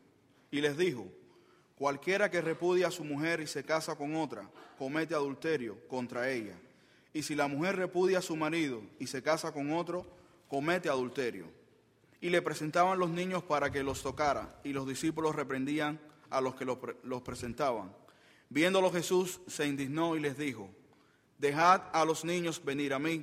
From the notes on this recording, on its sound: at Highland Baptist Church